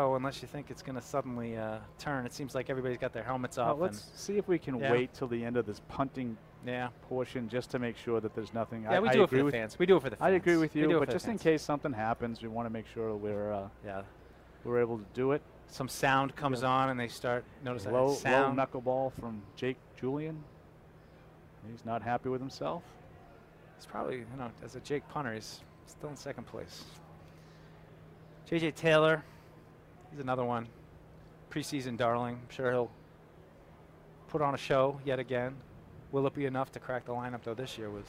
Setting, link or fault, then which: setting, busy venue